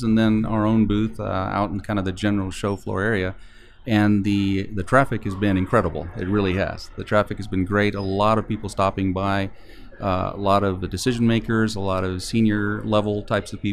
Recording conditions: busy venue